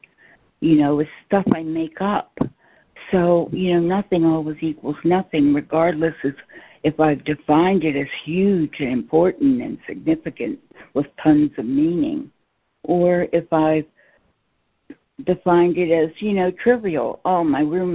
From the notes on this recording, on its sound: ACIM Daily Conference Call